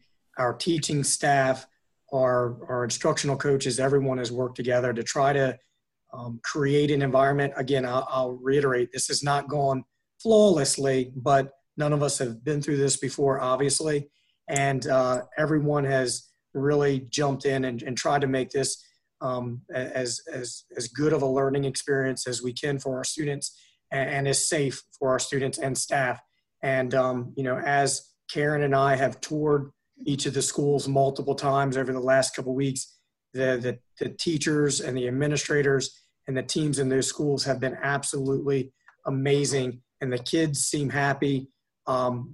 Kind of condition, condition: link, video call